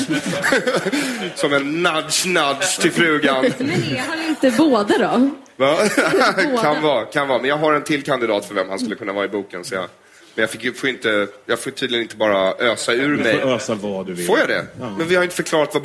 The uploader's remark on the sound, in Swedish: Detta avsnitt spelades in live inför publik. På Färgfabriken i Stockholm.